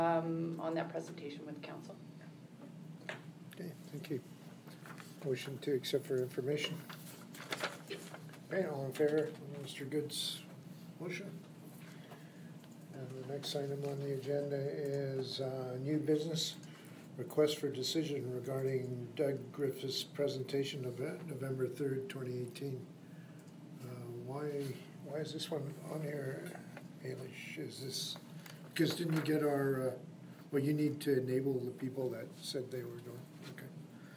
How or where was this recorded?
large echoing room